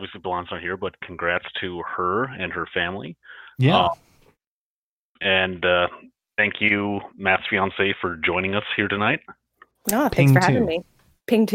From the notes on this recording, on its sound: The Call-In Show.